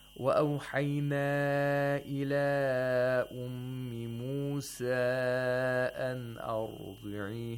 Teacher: he lengthens these Matul Munfasils to the maximum number of vowel counts, five vowel counts